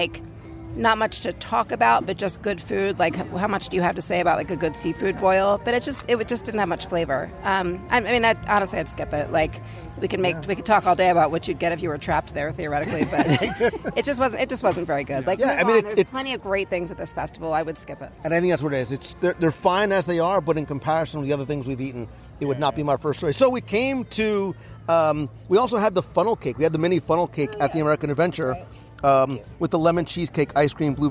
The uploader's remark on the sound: Walk and share with us as we wander and taste our way LIVE through the entire 2020 Epcot International Flower and Garden Festival. We explore each of the locations throughout Future World and World Showcase.